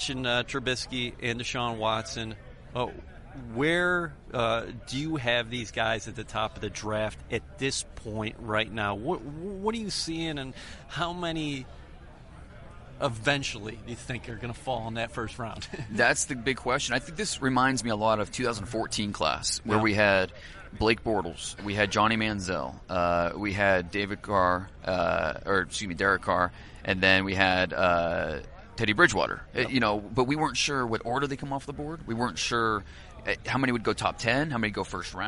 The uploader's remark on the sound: Live at the Combine. At the 2017 NFL Combine in Indianapolis.